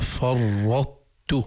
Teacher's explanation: لاحظوا الطاء ما عليها سكون يعني لا تقلقل